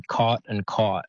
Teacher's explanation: in American English, they would say them, the vowel would be the same.